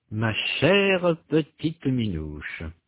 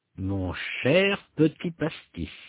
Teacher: le E est prononcé pour éviter trois consonnes qui se suivent, ce qui est difficile à prononcer · Term: E instable